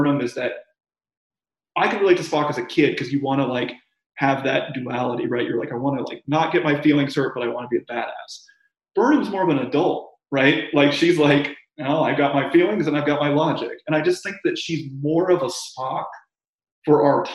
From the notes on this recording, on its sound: This episode was recorded remotely via Zoom and as such the sound quality may not be up to the usual standards of the podcast taped in the studio.